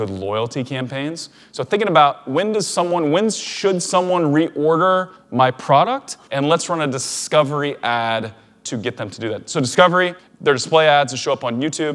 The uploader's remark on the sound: a recording from a recent talk I gave at Ezra Firestone’s Blue Ribbon Mastermind